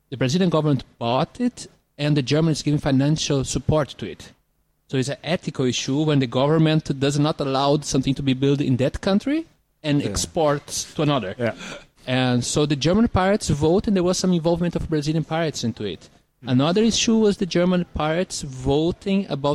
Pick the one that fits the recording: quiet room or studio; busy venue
busy venue